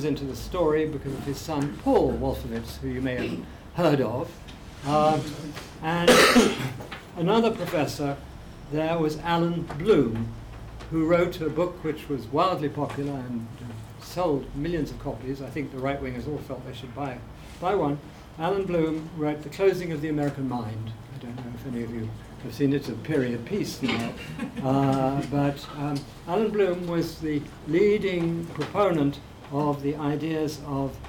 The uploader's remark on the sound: speaking at the African Athena conference